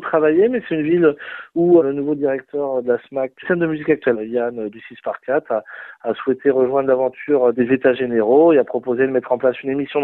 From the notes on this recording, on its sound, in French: nous avons joint par téléphone